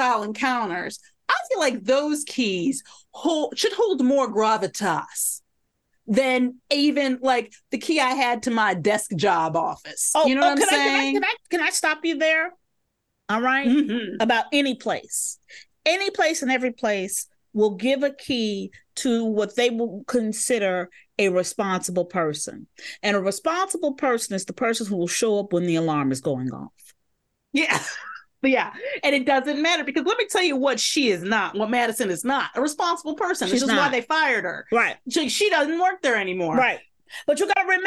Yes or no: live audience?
no